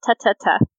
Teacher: That's your tongue on your teeth is a dental sound.